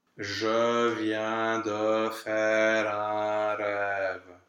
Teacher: Vient, we go back to the open E, de, O-E, then faire, open E, un, O-E, rêve, open E, and schwa. So it's the lips go back and forth, but the vowel in the back, in the tongue, stays in the same position